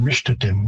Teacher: you might hear Mishtatim with more of a sh instead of an S